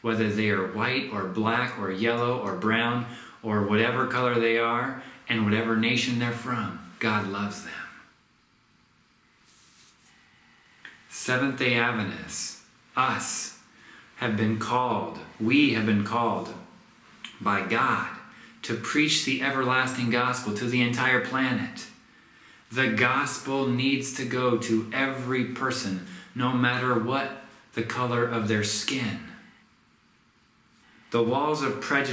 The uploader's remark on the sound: This sermon was recorded at Middle East University